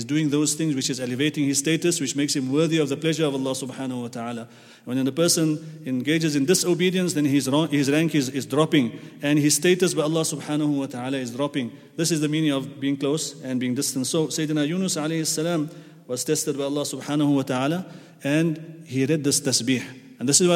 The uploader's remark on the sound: at the Houghton Masjid (West Street)